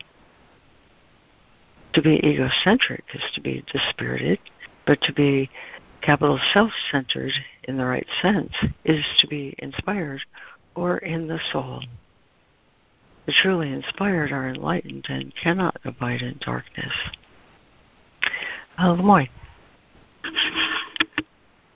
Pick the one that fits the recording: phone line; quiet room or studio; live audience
phone line